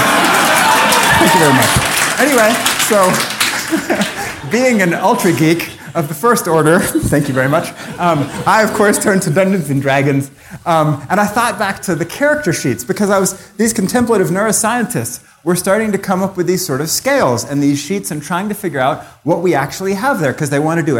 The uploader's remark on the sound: Taken from the Buddhist Geeks Conference 2012.